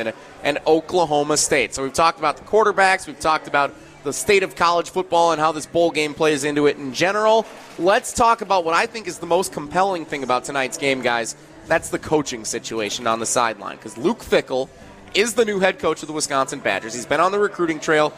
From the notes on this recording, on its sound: live from the Great Dane